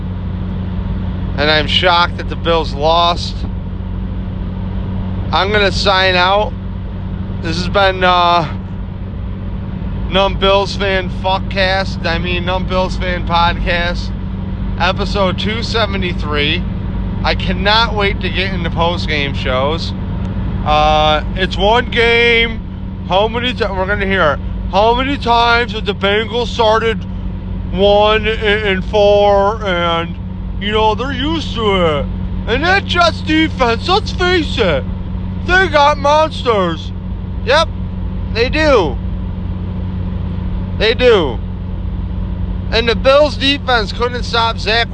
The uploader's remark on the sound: Drove down to the game to have stub hub cancel the ticket. Ranting in the dark driving home through all the emotions.